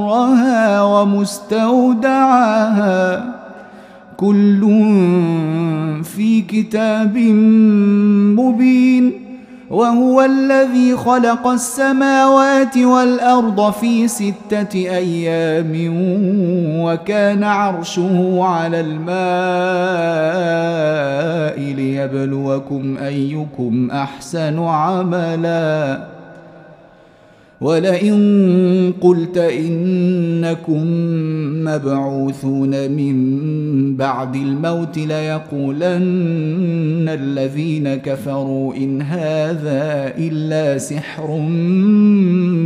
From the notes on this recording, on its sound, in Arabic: مسجل من صلاة التراويح بمسجد السلام بحي مشرفة.